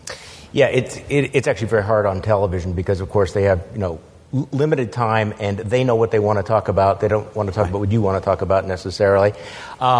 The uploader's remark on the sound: Live From the TWS Midwest Conservative Summit!